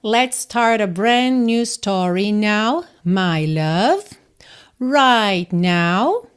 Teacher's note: você quase não ouviu o T de right